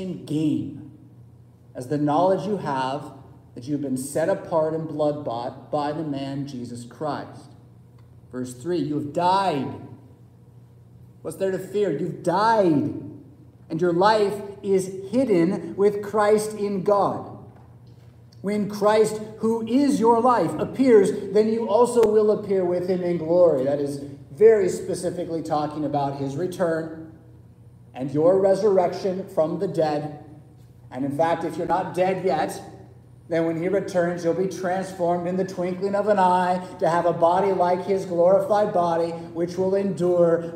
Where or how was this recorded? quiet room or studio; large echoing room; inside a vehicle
large echoing room